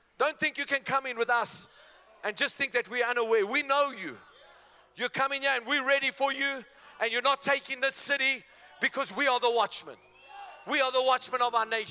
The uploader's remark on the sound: Men Of Hope Conference 2022 Day2 Message